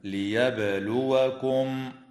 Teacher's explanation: وتقلقل الباء وصلا ووقفا في كلمة ليبلوكم